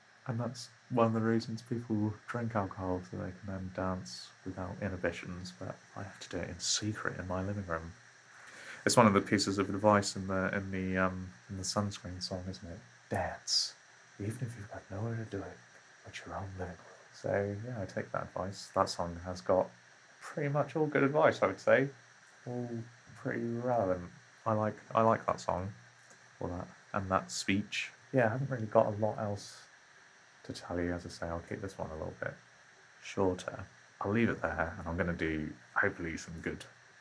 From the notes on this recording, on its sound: Audio problems make this a shorty.